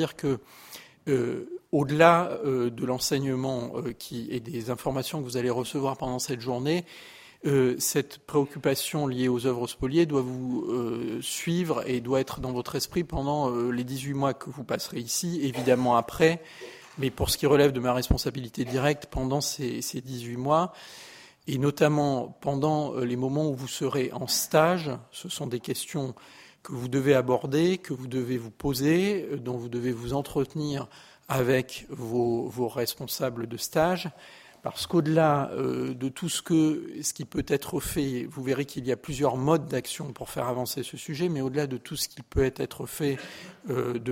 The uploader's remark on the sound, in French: enregistrée le 22 janvier 2015 dans le cadre du colloque « Patrimoines spoliés